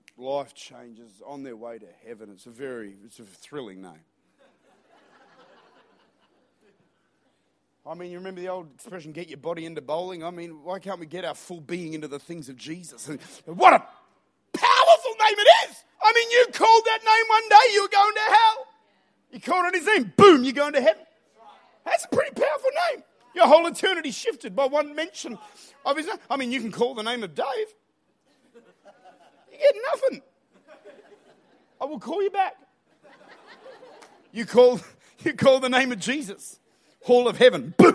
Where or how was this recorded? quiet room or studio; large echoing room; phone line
large echoing room